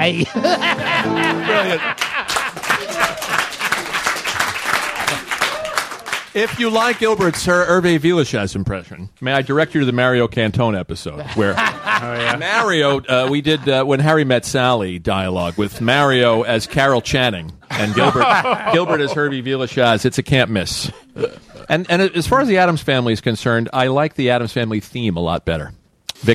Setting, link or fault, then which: setting, live audience